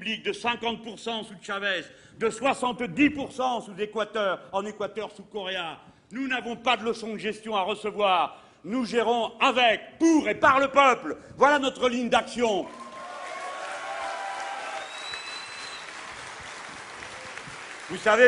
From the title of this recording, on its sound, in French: Meeting de clôture du Remue-Méninges du Parti de Gauche